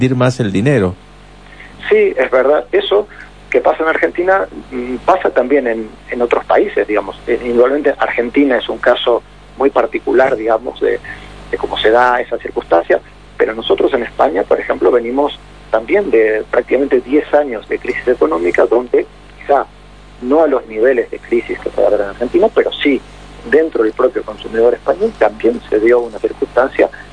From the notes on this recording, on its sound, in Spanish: durante una entrevista telefónica con Radio Mitre de Mendoza